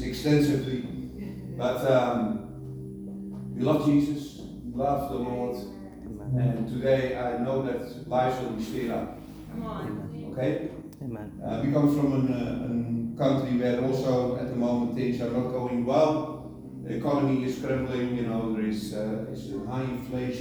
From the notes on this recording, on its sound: Apologies for the poor quality recording